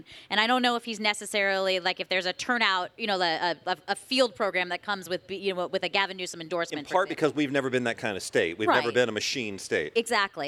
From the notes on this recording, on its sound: Live from the LA Times Festival of Books. From the stage of the Los Angeles Times Festival of Books.